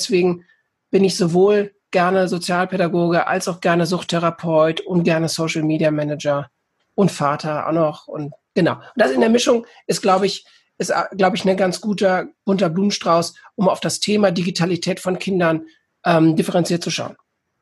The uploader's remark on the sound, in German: Interviewmitschnitt vom Online Kongress "Zukunft Schule".